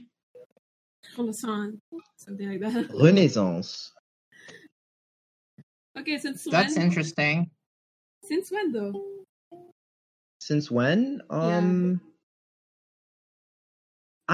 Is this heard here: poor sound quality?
yes